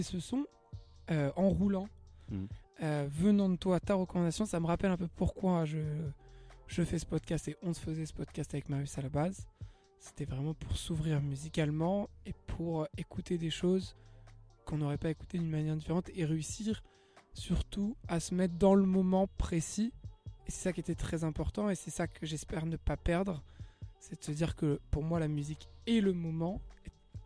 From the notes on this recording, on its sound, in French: Une balade en vélo avec notre artiste local. Qui va nous faire découvrir ses spots préférés de la capitale hollandaise. C'est donc 1 thématique, 5 sons, 5 trajets en vélo et 5 spots pour enregistrer. Cet épisode est une immersion totale dans la nuit calme d'Amsterdam.